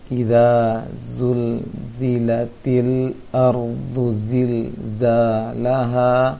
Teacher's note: jadi za dengan ha sama-sama panjang